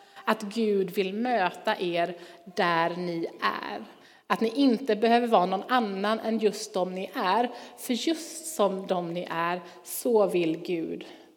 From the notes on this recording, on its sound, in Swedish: Inspelning från Immanuelskyrkan Skövde.